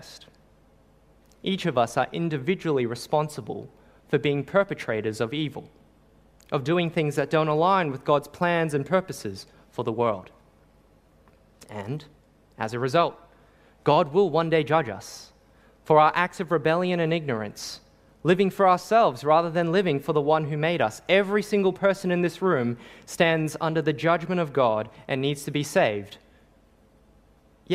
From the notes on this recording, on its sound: Sermon preached on 24 December 2021 at St. Paul's Anglican Church.